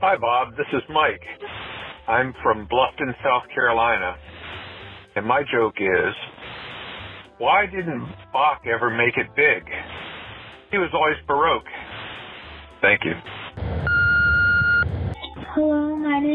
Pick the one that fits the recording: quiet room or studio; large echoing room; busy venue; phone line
phone line